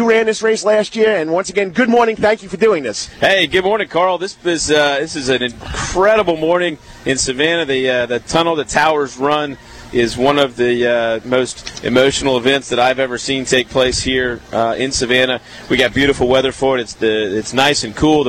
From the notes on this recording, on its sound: live form The Tunnel to Tower 5k Walk Run at Orleans Square in Savannah Georgia